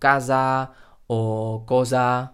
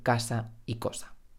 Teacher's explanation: Y el último consejo que os voy a dar es que en español oficialmente no existe el sonido z, es decir, una S sonora, una S en la que las cuerdas vocales vibran, sino que simplemente tenemos la S sorda, es decir, una S en la que las cuerdas vocales no suenan · Shown in: second take